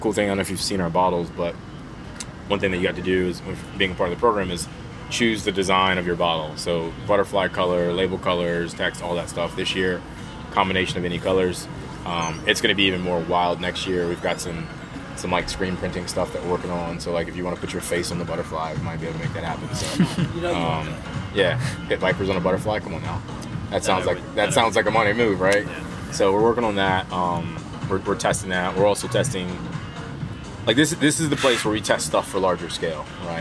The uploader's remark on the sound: Whiskey + Rock takes you around behind the scenes at the 2023 Kentucky Bourbon Festival! From distiller interviews to exclusive tastings, to bagpipes and beyond, there's much to indulge in at this year's festivities.